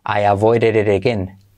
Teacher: Pero fíjate que tes como R suaves quedaría I avoided it again.